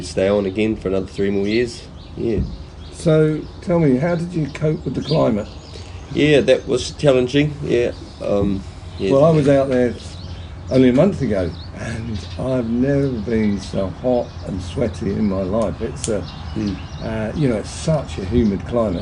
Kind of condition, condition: setting, outdoors